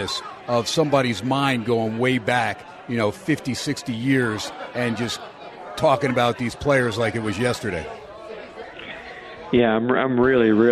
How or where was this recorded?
busy venue